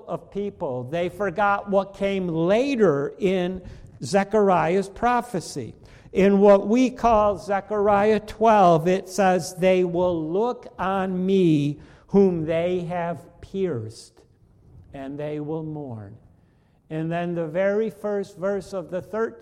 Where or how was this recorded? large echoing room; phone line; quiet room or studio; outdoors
large echoing room